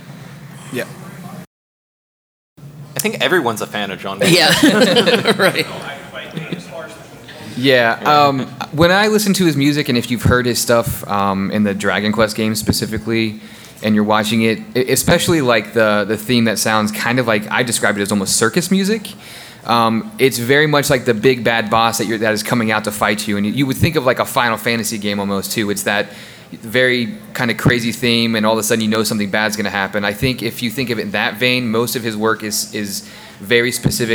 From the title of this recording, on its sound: KT Live at G-Fest 2019